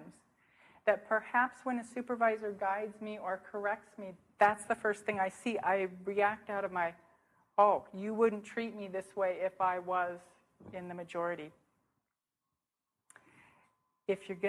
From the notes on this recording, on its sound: speaking at the Fourth International Interdisciplinary Conference on Clinical Supervision, convened in Buffalo, NY, Spring 2008.